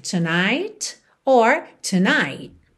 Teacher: Lembra que esse T final do tonight pode aparecer ou não.